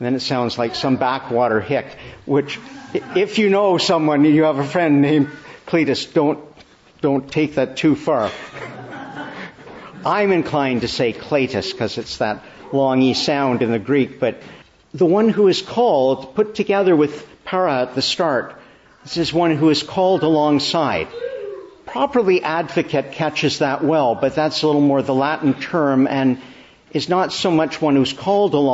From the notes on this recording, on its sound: May 14, 2023 Morning Service. Preached in the Annunciation of the Blessed Virgin Mary, Ottawa.